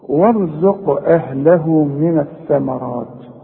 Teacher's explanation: اهي القاف دي عليها سكون، سواء تقف او توصل لازم تقلقل الحرف ده